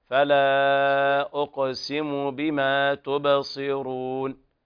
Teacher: الميم مضمومة وليس فيها واو